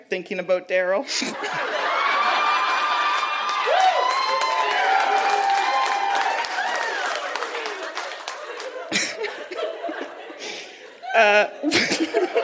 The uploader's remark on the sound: Recorded live at the Black Knight in Yellowknife.